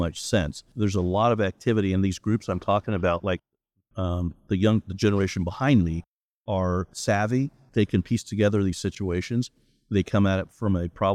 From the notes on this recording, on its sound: This episode was recorded at the NIC Fall Conference .